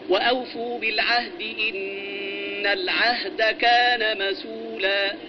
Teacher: نقلت حركة الهمزة إلى الساكن قبله، حركة الهمزة وهي الضم. بعد هذا النقل يحذف الهمز.